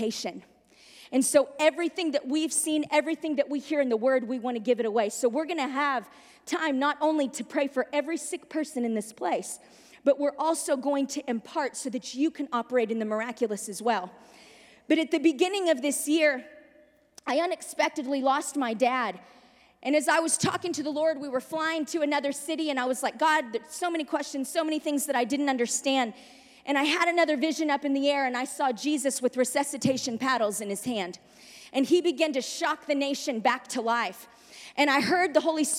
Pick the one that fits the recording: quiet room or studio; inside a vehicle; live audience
live audience